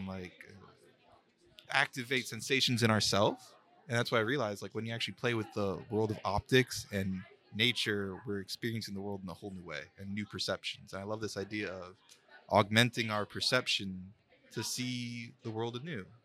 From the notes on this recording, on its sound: recorded at Tampa Bay Comic Con 2023